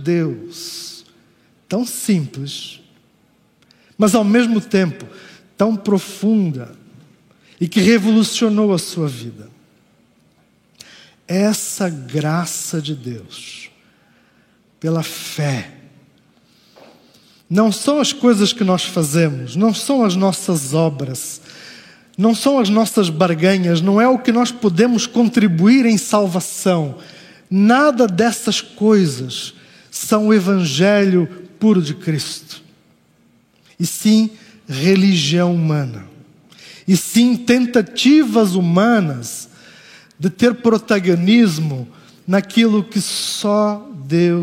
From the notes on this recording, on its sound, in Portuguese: Culto ao vivo IBMorumbi.